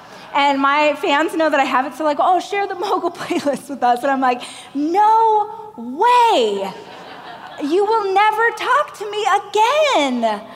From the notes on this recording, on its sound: a keynote speech I gave during the Growth